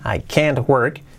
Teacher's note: Fijaos que para diferenciar sobre todo ese can't work, en eh, la primera, en la negativa, has puesto el acento en, el can't, I can't work, y cuando es afirmativa se pone más en el sujeto.